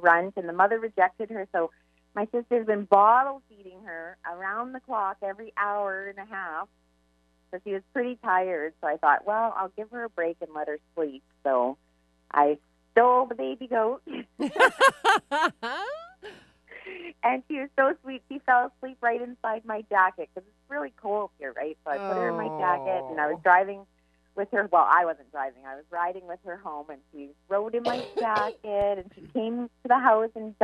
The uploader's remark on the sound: Call in show LIVE!